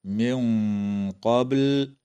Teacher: وتخفى النون الساكنة عند القاف مع الغنة مفخمة في قوله تعالى: من قبل، مع قلقلة الباء في كلمة قبل.